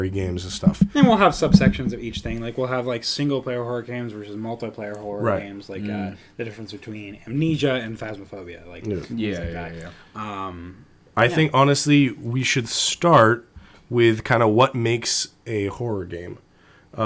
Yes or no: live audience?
no